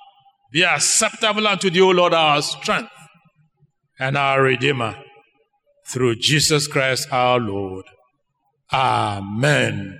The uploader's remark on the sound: Sermon preached at CBC Shiashi Campus